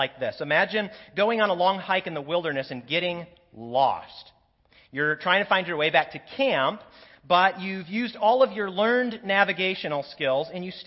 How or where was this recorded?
large echoing room